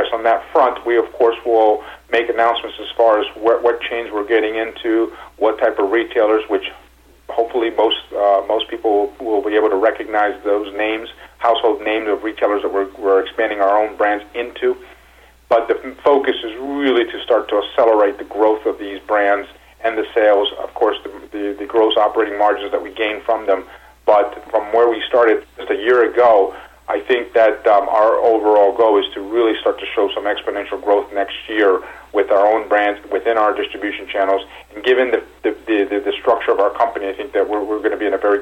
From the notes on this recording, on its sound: called in to SmallCapVoice.